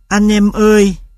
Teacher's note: Trong những âm tiết như anh em ơi, ta có phụ âm đầu âm tắc, thanh hầu